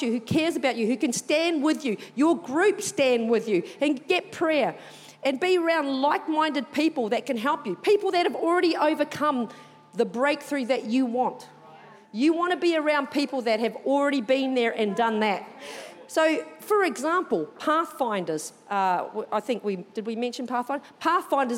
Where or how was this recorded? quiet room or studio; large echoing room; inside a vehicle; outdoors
large echoing room